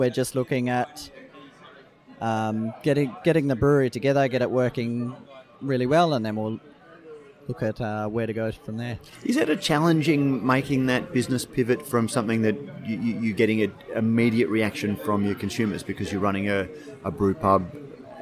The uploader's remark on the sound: a special edition of Radio Brews News, live from the West Australian Brewers Association Craft Brewers Conference